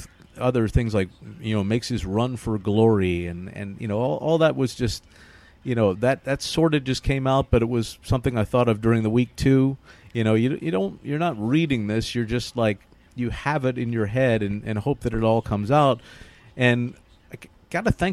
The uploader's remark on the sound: live from Belmont Park